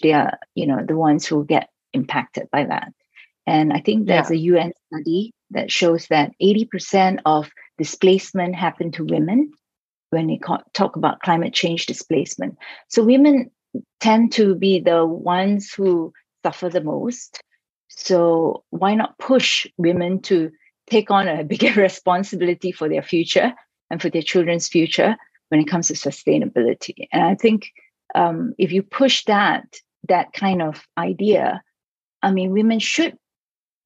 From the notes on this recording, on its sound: Recorded LIVE on July 28th, Zoom, 1pm CET